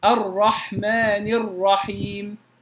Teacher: الرحمن خطأ، لا أقول الرحمن، وإنما الرحمن. يتكرر اللسان مرة أو مرتين على الأكثر، لكن لا أقول الرحمن الرحيم خطأ. · Term: تكرار الراء